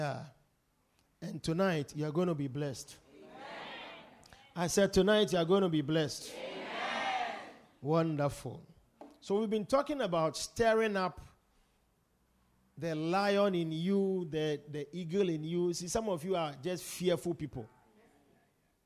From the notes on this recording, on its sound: Preached at The More Than You Can Carry Convention Day 3.